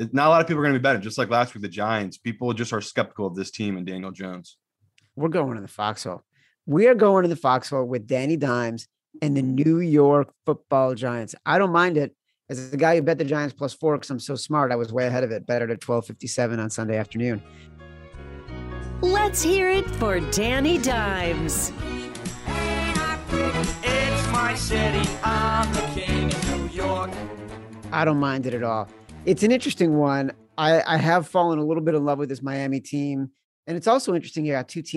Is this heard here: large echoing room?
no